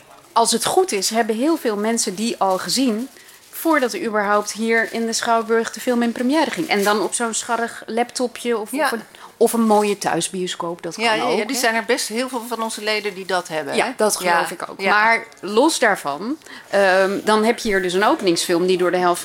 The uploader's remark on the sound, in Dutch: Het Ketelhuis is verkast naar het Nederlands Film Festival in Utrecht om daar dagelijks verslag te doen vanaf het filmfront.